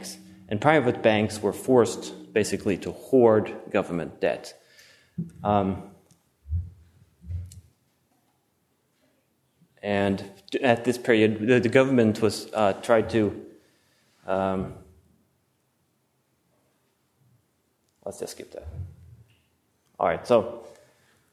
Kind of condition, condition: setting, large echoing room